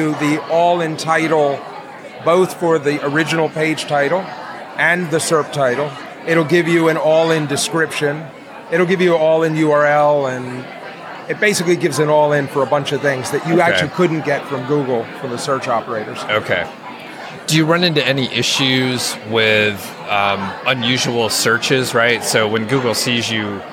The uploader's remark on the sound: Live at FinCon